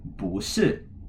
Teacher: 不 is normally a fourth tone word, but exception number 4 says that if 不 comes before another fourth tone, 不 is actually pronounced as 不 in the second tone.